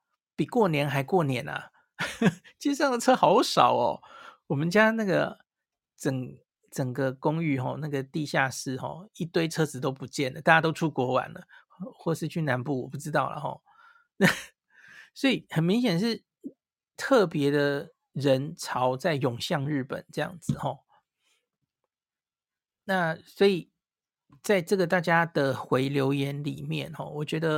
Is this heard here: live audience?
no